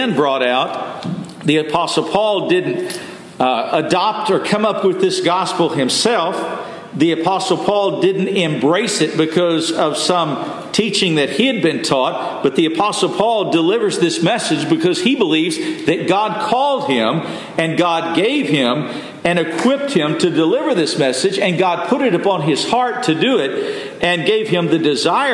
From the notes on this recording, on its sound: Messages delivered Sunday, September 24, 2023 at Mt Carmel Primitive Baptist Church. At Mt Carmel Primitive Baptist Church, Bel Air.